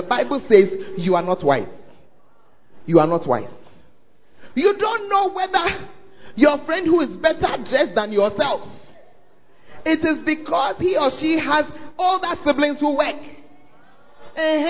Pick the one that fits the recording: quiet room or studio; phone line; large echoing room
large echoing room